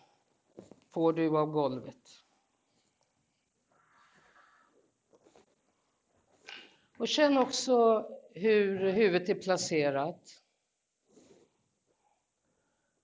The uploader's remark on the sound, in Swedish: Lektionen är en liveinspelning som följer deltagarnas rytm.